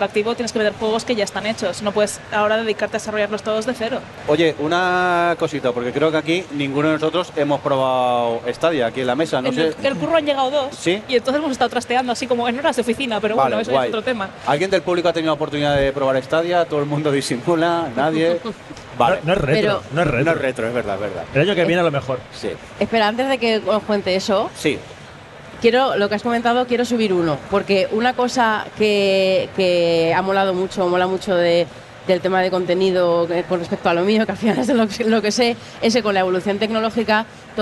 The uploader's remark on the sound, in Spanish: En directo mustio desde la RetroBarcelona. Lamentablemente tuvimos un problema técnico y aunque durante el directo todo sonaba correctamente. Nos tememos que durante el episodio váis a oír a ratos a un señor quejándose de fondo al que casi no se le oye.